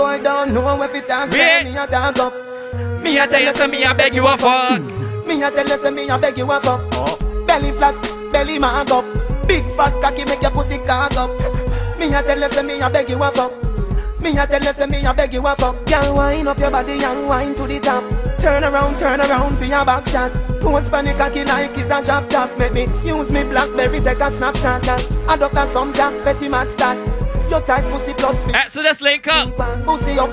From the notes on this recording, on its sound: selecting and micing live at "SAM'S 34TH B'DAY EDITION"